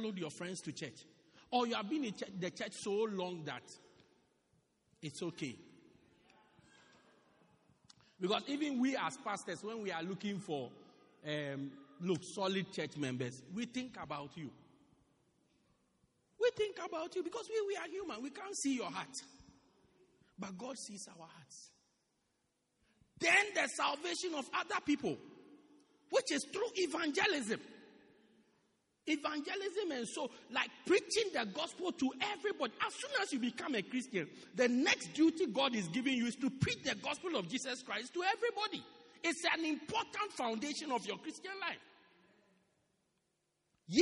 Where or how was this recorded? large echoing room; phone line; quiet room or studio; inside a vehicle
large echoing room